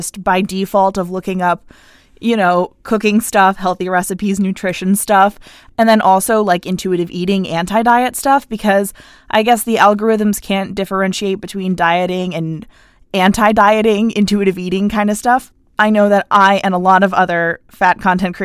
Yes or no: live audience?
no